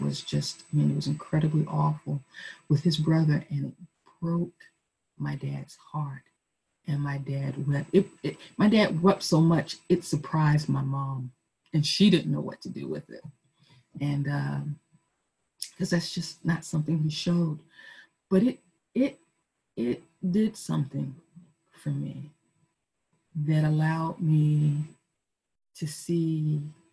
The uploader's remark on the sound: Our zoom streamed service